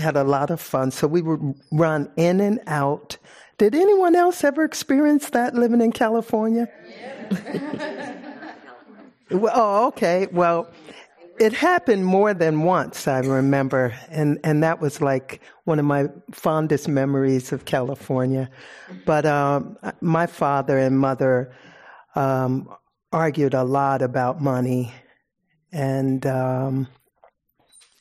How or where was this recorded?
live audience